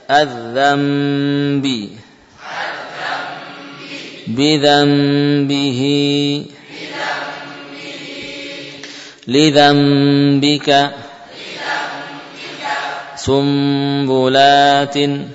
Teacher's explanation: Jadi bukan hanya mengganti nun dengan mim, namun juga menambah ukuran gunah. · Term: qalb atau iqlab